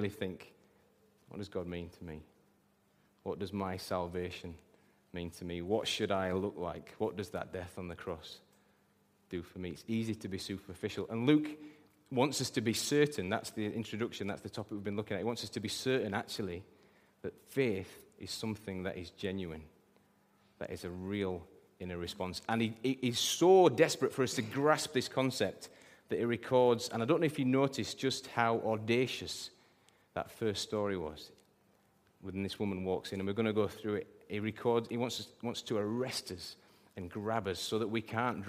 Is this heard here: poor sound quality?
no